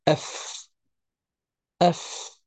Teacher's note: من الشفة السفلى مع أطراف الثنايا العليا، مع أطراف الثنايا العليا، هذا مخرج الفاء